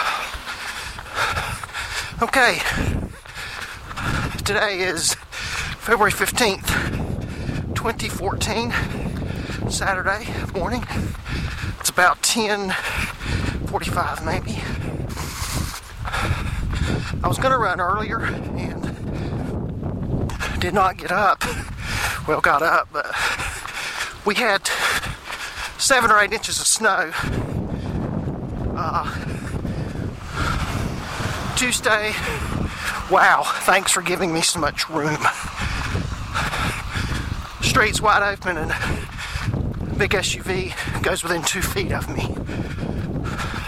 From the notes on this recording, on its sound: I apologize for the wind noise, but it was blustery--up to 35 mph! Snow on the ground made the run even more difficult, but we got through it. The phone ringing, being put on hold message, and put on hold music used in this episode are all provided by Freesound.org .